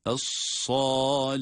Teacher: Sad kalın ama ha ince değil mi?